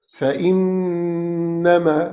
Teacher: النون المشددة دي بنغنها بمقدار حركتين